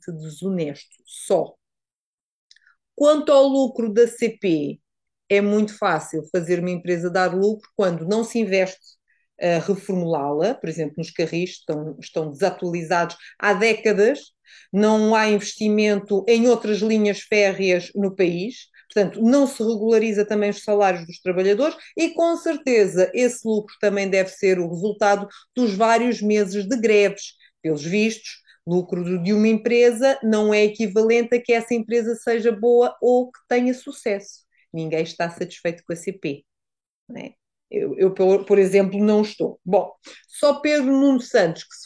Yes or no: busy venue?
no